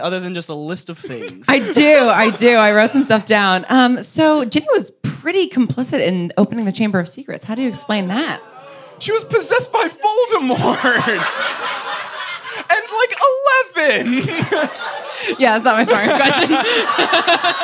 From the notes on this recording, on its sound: Live from Seattle.